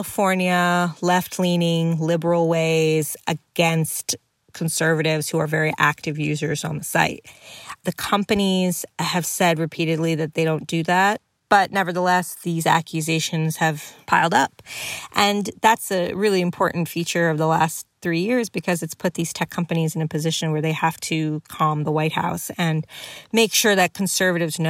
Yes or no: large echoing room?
no